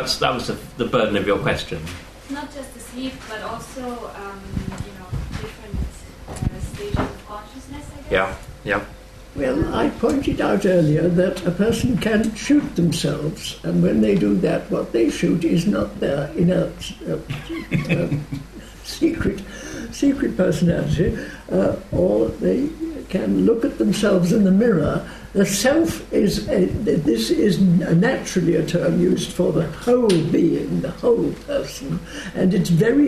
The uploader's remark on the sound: This event forms part of LSE Space for Thought Literary Festival 2014